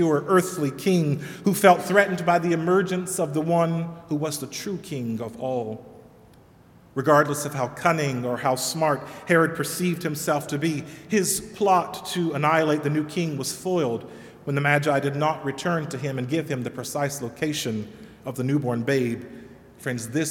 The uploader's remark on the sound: Sermon delivered at All Saints Kingsway on January 5, 2020.